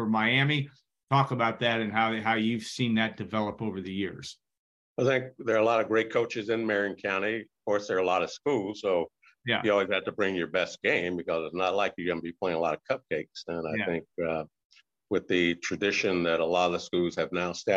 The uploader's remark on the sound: Birthday Zoom